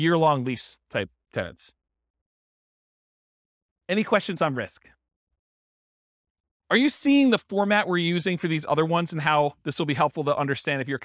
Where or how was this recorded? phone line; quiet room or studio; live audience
live audience